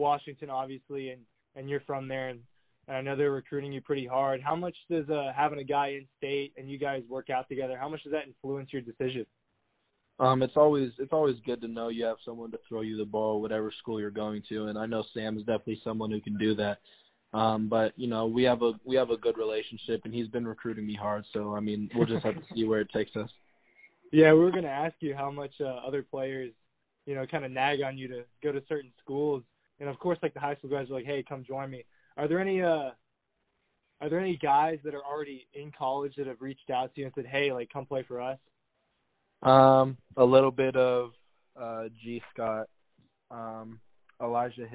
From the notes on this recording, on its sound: over the phone